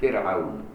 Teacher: تبقى رقيقة بالإجماع زي فرعون، فرعون راء فرعوني دي رقيقة بالإجماع لأن قبلها مكسور وهي ساكنة